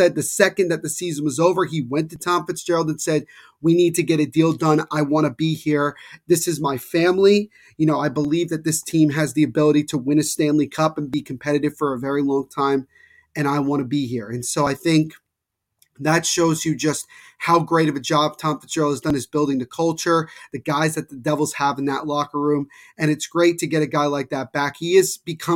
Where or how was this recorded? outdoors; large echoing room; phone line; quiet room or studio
quiet room or studio